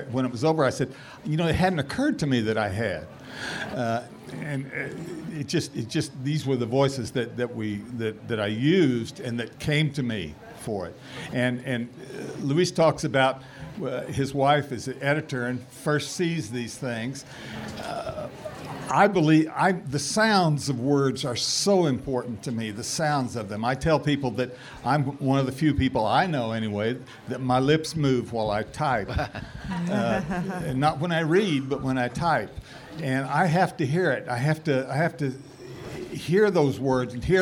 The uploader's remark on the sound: A session from the 2019 Festival of Books curated by Pima County Public Library’s Nuestras Raices.